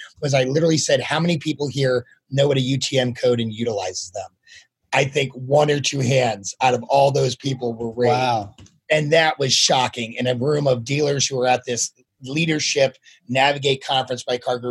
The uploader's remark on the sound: In this episode we feature the key highlights from a live panel discussion held on one of our Auto Retail Marketing Webcasts.